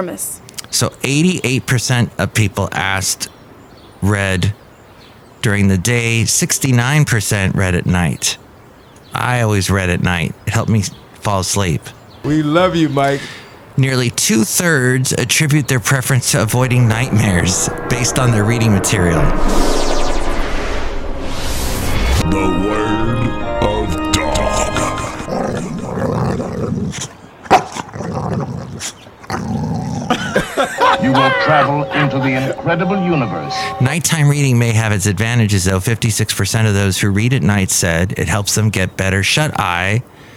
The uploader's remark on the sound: podcasts live from Café Anyway